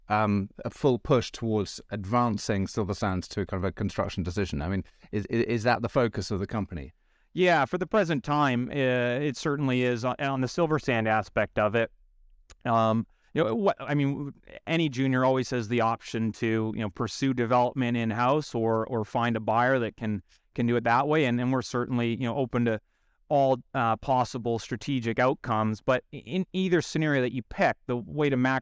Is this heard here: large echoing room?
no